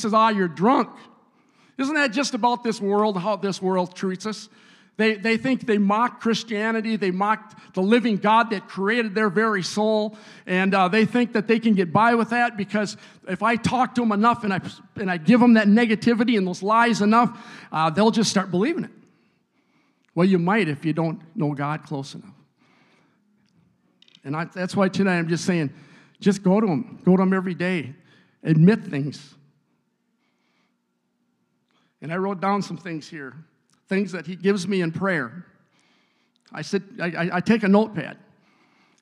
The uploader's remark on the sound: a service recording from Connect Point UPC!